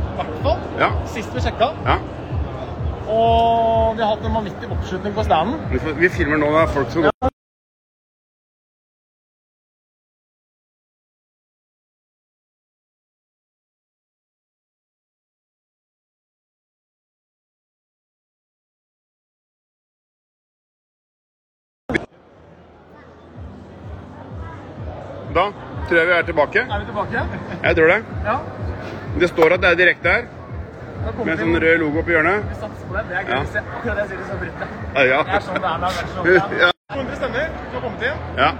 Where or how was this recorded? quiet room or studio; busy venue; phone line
busy venue